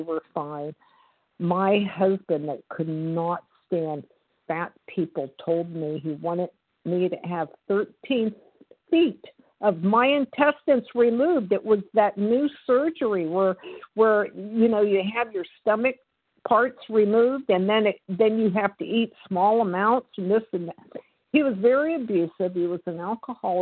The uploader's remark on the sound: the 100 Pounders Phone Meeting